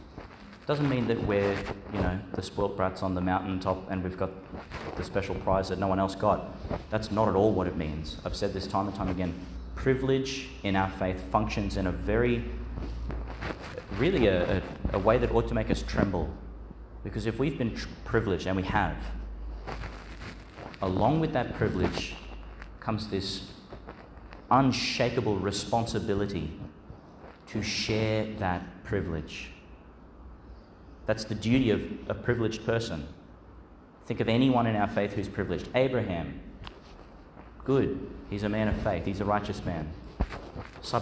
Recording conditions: large echoing room